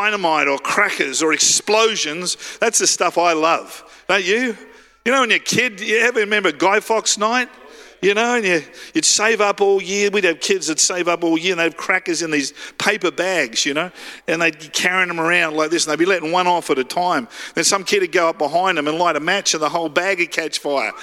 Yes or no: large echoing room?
yes